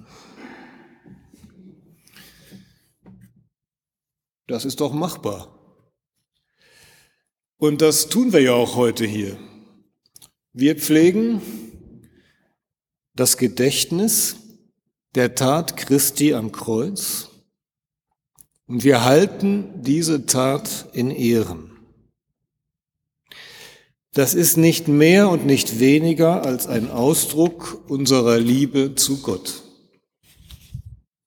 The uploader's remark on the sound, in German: in der Martin-Luther-Kirche, Detmold im 10 Uhr Gottesdienst